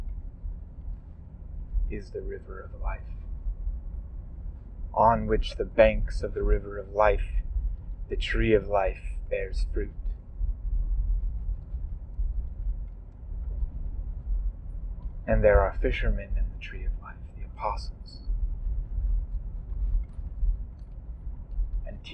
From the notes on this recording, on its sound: Please forgive the audio quality issues in this episode. This is one of the negative effects of recording a podcast in the car while driving.